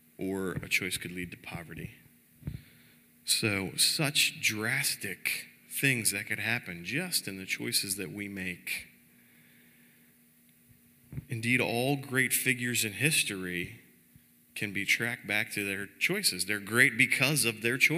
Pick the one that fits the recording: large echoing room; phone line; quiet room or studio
large echoing room